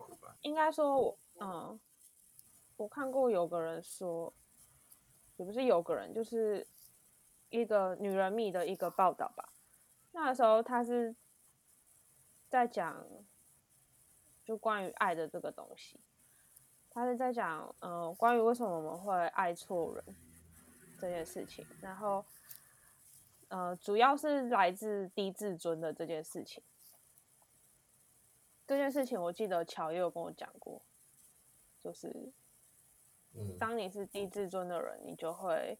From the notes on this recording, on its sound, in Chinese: 一樣採用遠端錄音和極度拙劣的剪輯能力，還請大家多包容音質和音量上的問題